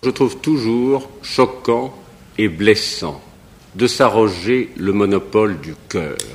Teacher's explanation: l'accent nasal d'un représentant des classes supérieures